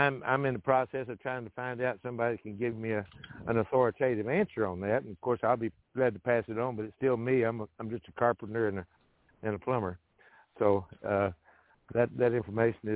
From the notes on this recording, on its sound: TNTSuperfantastic Conference Call